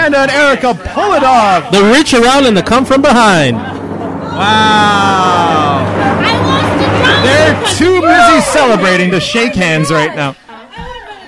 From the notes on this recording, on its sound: Live at the 2015 TCA Doubles Tournament. Broadcast live at the TCA Doubles Tournament.